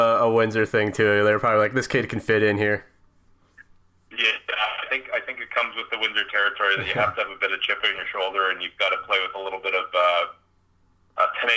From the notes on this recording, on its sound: on the phone (04:43)